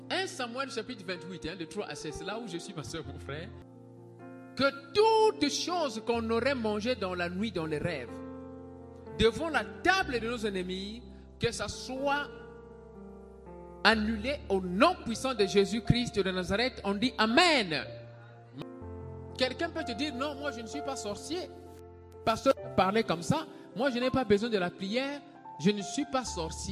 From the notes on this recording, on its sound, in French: SERVICE EN DIRECT DU DIMANCHE